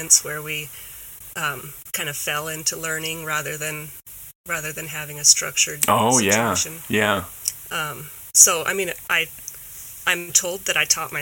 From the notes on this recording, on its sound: I apologize that due to my own technical difficulties the sound quality isn't pristine in this episode.